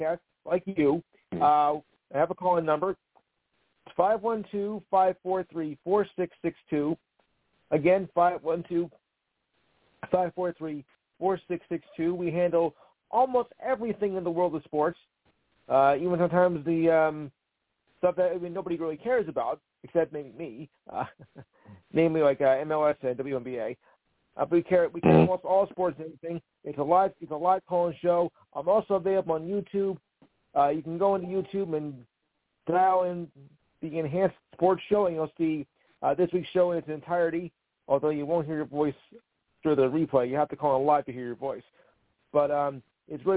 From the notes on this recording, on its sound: I take live callers!